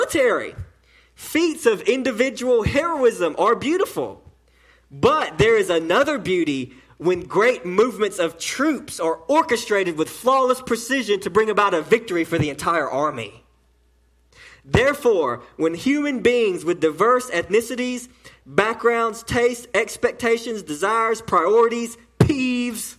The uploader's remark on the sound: sermon delivered to Cottondale Baptist Church in Eastman, GA on 8/12/18 during the 6pm service